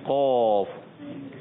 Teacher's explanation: ہون گول کر کے قوف نہیں پڑھنا، غلط ہو جائے گا